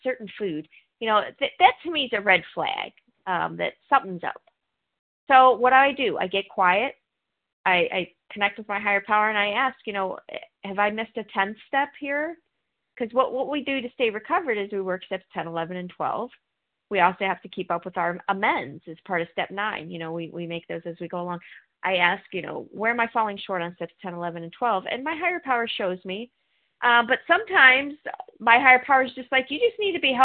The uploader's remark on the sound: 100 Pounders Phone Meeting